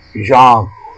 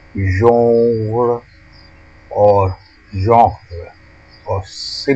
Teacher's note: Say genre with nasalized and stressed bath vowel, and finish optionally with the initial vowel of about.